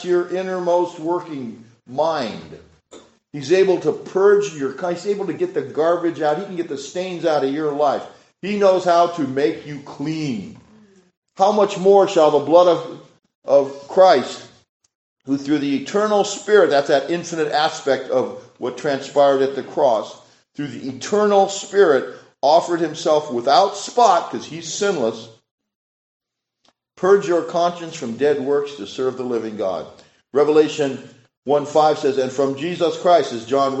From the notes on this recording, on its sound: This sermon was preached at Richland Associate Reformed Presbyterian Church.